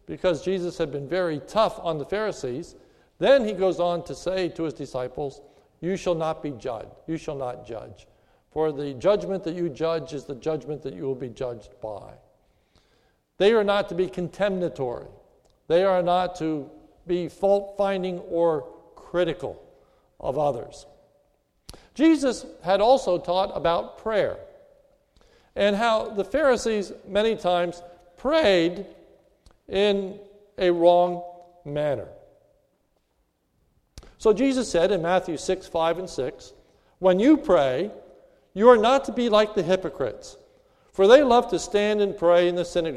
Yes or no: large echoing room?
yes